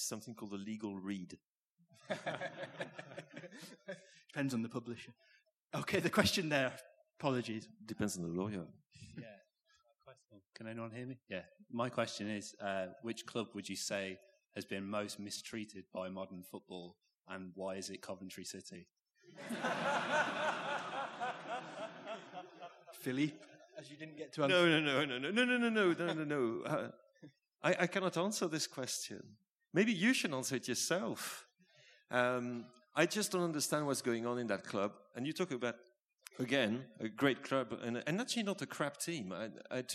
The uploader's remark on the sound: The first half of the Blizzard's live Q&A event held at the WS Society in Edinburgh.